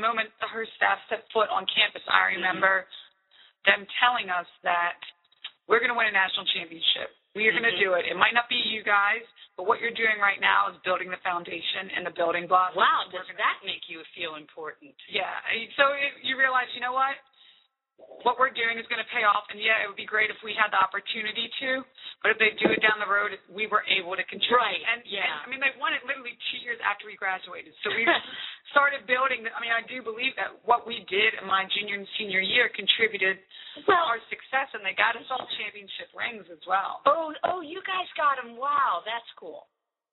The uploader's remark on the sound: NOTE: This is an old show, before I was using a good microphone, so I apologize for the sound quality.